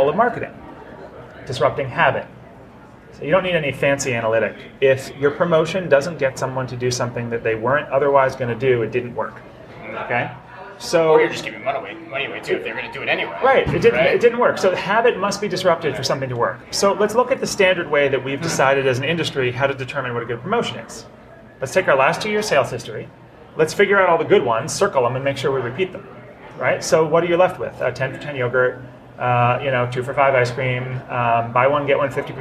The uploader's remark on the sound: Live From Groceryshop